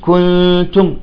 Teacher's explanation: تكون غنة كاملة وتكون في النون والميم المخفاتين